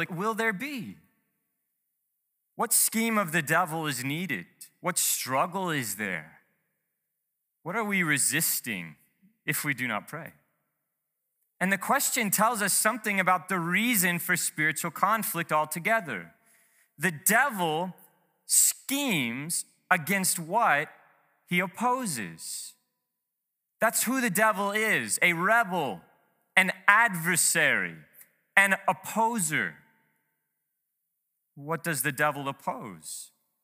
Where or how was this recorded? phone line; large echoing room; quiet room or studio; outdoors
large echoing room